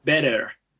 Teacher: another characteristic of the American accent is that the R at the end of the word is always pronounced. So in British English you have better, and in American English you have better.